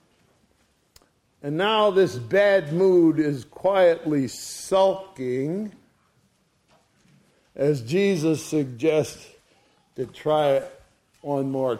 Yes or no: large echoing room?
yes